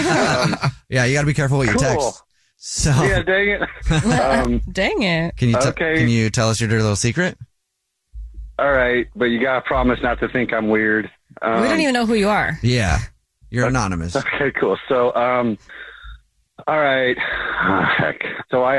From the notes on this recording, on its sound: There is a guy on the phone